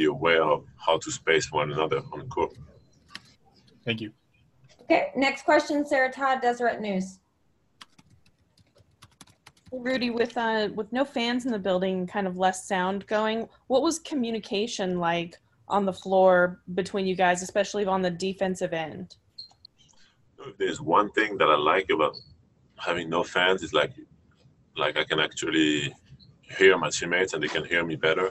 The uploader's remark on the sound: Addressed the media via Zoom conference after the Utah Jazz dropped their first exhibition 101-88 to the Phoenix Suns in Orlando.